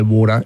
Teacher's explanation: T is becoming D. It's a rapid D.